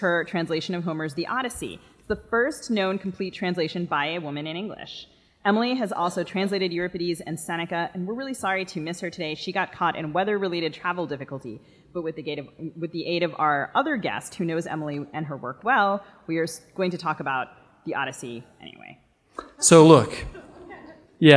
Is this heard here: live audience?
yes